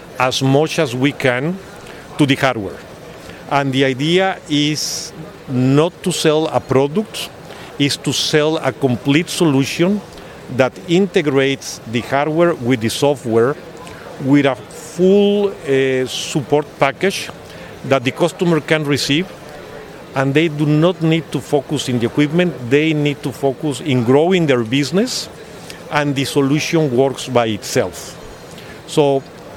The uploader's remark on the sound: APEX 2023 – EMSNOW & SCOOP On Location